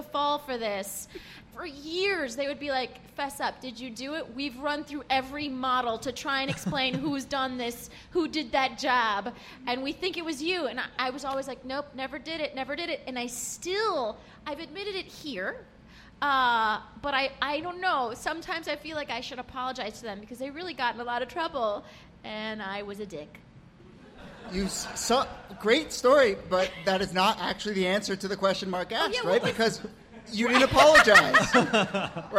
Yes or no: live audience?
yes